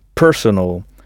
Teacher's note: Il faut bien frapper la première syllabe